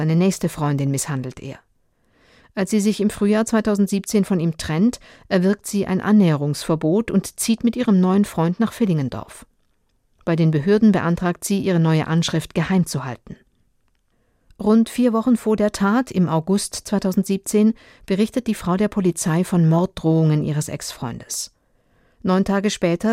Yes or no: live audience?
no